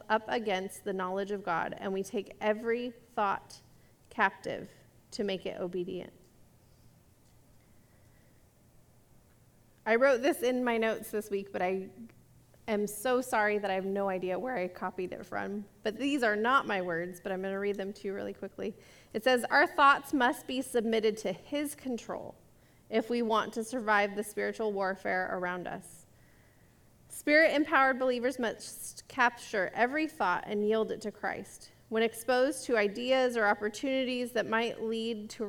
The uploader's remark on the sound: This message was recorded at a Sunday service on March 20, 2022